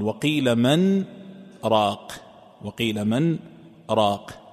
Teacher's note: بالسكت وإظهار النون، يقرأها بإظهار النون